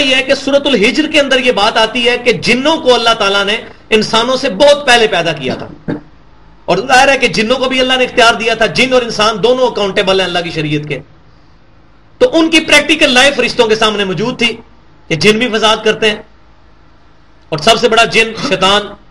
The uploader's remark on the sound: Recorded at Qur'an-o-Sunnat Research Academy Jhelum, Punjab (PAKISTAN)